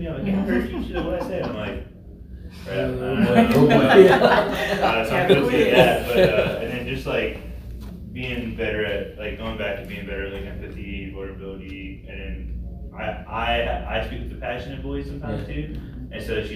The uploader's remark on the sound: Live from REACHgathering 2021. Track presentation at REACHgathering 2021!